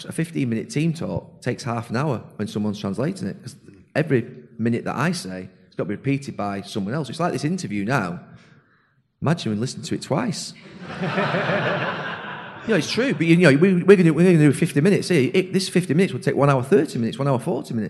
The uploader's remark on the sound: a live broadcast from the wonderful Liberty Hall Theatre in Dublin